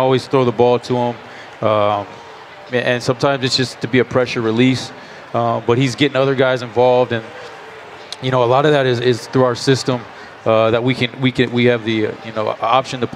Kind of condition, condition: setting, busy venue